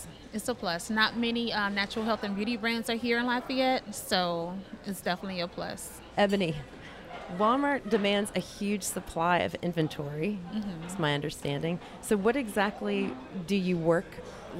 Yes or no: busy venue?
yes